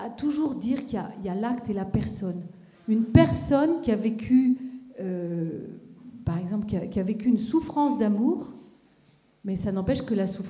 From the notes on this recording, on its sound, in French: Dans le cadre du Festival des familles en Gironde, une conférence était donnée le mardi 29 septembre 2015, à l'Athénée municipal de Bordeaux.